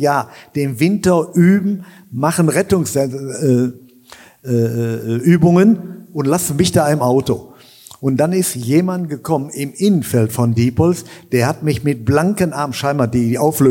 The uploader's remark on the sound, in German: Endlich meinen ersten großen Livepodcast zu veröffentlichen. Meinen knapp 400 Zuschauern. Auf der Bühne präsentieren zu dürfen.